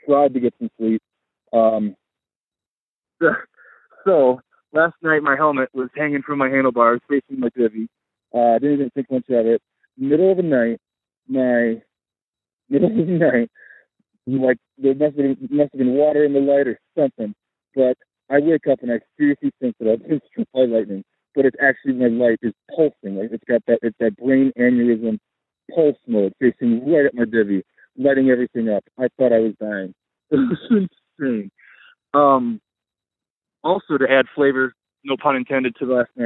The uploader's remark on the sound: Called in from near Upper Carson.